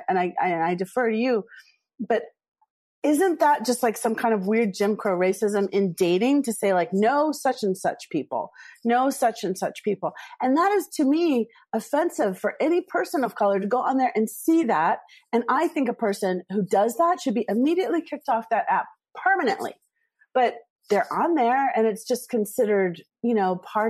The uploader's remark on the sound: This program was recorded via video conference on June 17th, 2021 by the Commonwealth Club of California.